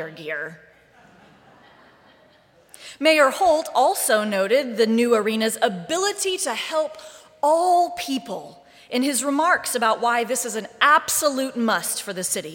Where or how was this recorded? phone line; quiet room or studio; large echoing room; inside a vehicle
large echoing room